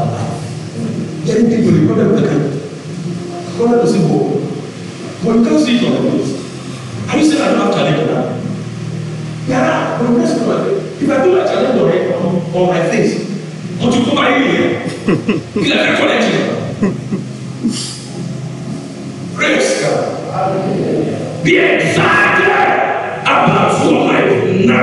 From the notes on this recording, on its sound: Covenant Champions Global Assembly Live Service.